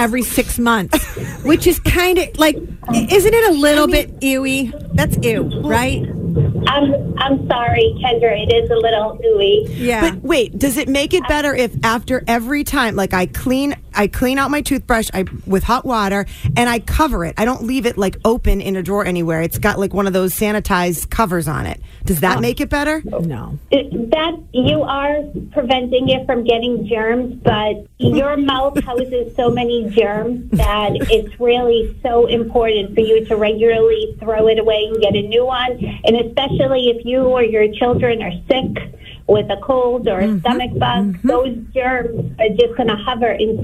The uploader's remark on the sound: The MAGIC Listeners called